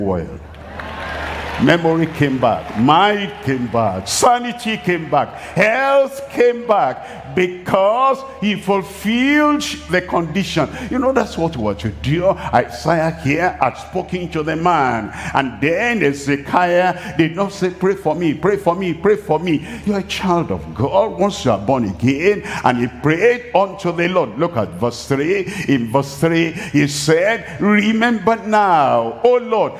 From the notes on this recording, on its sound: live from Asaba, Nigeria